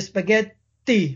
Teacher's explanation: So in Italian, you say spaghetti with a long T. The T just takes a bit longer.